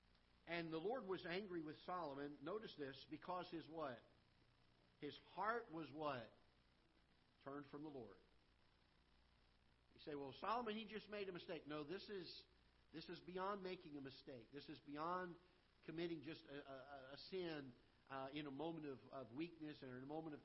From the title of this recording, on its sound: Ketha Heights Baptist Church ~ Live Broadcast